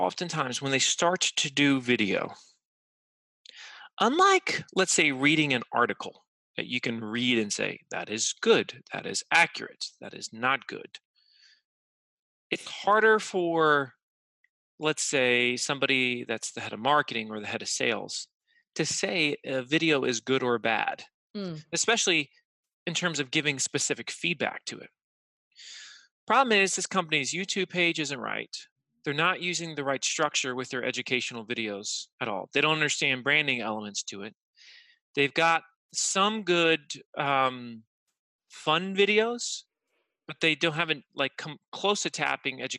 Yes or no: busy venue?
no